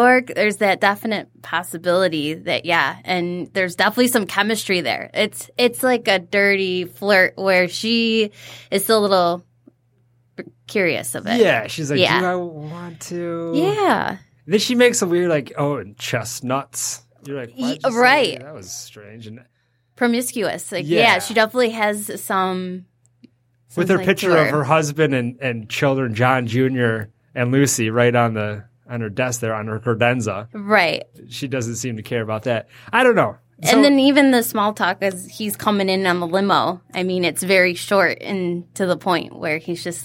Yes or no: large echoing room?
no